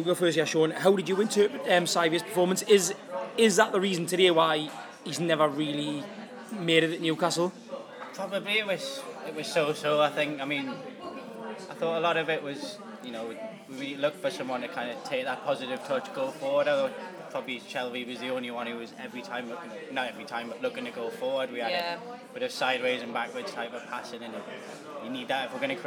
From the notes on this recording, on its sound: A MATCHDAY Podcast from Chelsea. Recorded before, during and after the game and recorded as much of the atmosphere as possible.